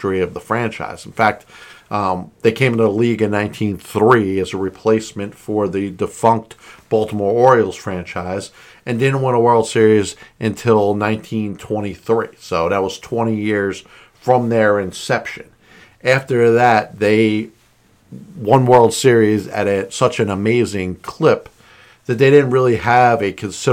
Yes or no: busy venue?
no